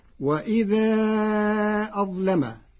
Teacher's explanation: قرأ ورش كلمة أظلم بتفخيم اللام فتصير أظلم لمجاورتها حرف الاستعلاء